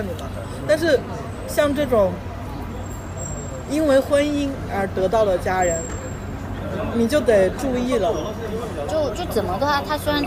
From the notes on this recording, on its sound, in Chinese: 1.室外录音，尝试降噪后声音古怪，保留了咖啡店杂音。